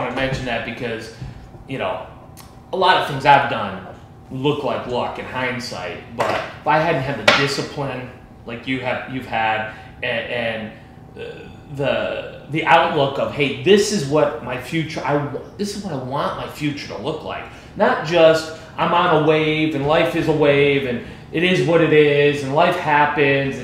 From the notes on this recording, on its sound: we recorded live, at the Olney Place